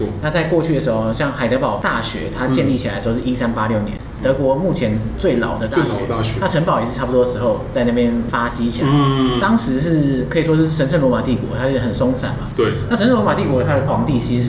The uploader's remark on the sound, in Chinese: 本集白噪音指數：蚊風級 1/5。錄音地點： 三季 Sanji Teahouse。